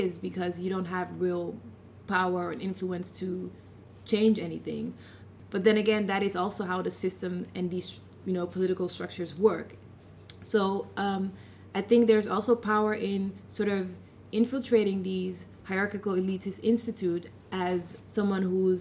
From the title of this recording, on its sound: Live at Night of Arts and Sciences